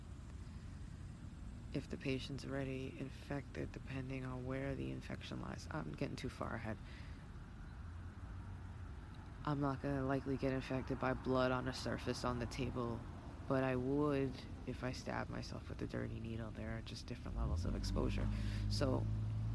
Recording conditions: background noise